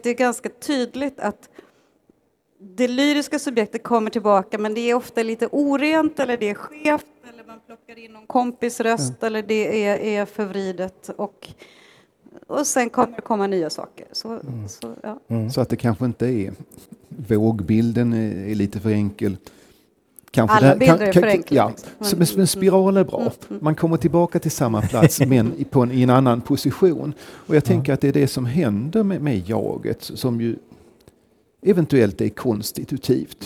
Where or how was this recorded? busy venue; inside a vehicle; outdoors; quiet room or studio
busy venue